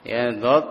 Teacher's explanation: dia menempel bagian lidah atau lisan kanan atau kiri itu menempel pada gigi geram kita · Term: huruf dhad